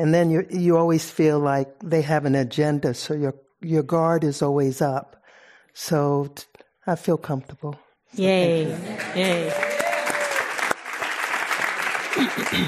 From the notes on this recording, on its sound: This program was recorded in front of a live audience at The Commonwealth Club of California in San Francisco on December 17th, 2019.